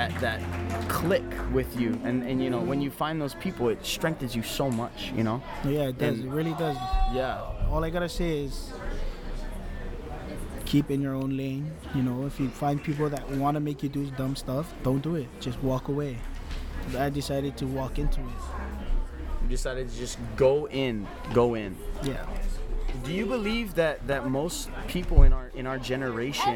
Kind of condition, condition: setting, busy venue